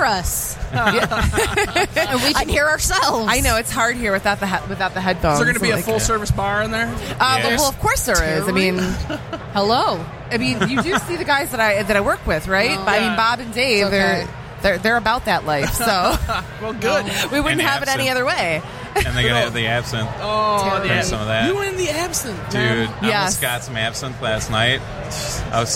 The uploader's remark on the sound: Live From Motor City Comic Con